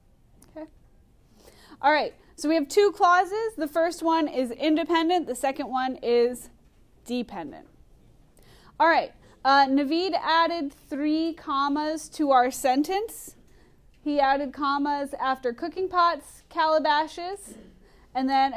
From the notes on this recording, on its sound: Recorded in class on 12/16/19